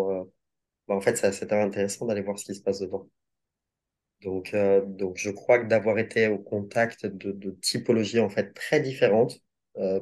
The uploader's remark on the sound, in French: Nous l'avons enregistré début 2023 à distance.